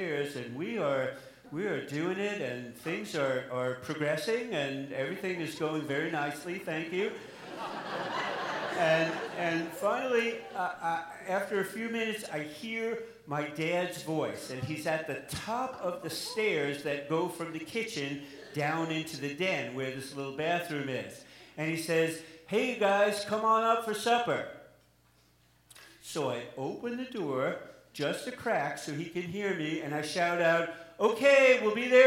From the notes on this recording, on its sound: live at the Alberta Abbey